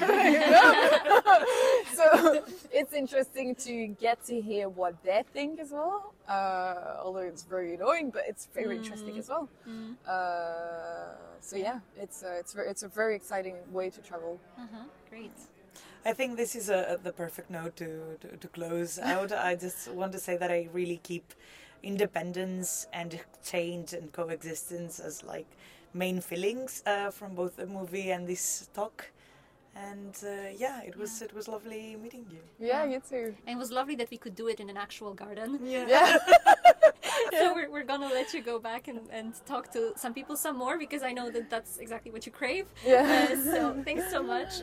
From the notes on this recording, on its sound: We record our conversation during a feminist festival in Brussels, at which we are joined by a cat.